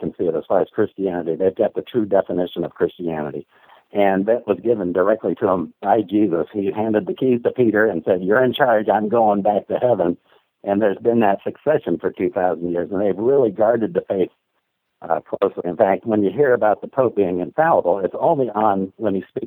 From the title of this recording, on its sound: Call In Show